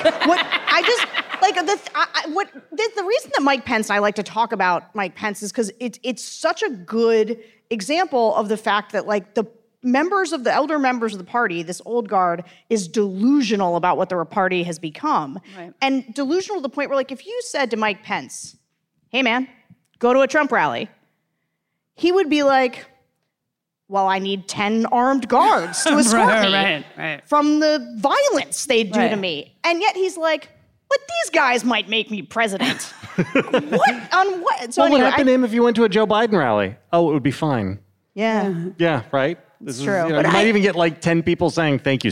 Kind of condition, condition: setting, live audience